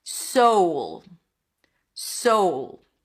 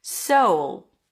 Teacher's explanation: Here we start with an S sound, then it's the O as in go, so, and a dark L at the end. Soul, so you have that back, dark, deep voice quality, sound quality to it.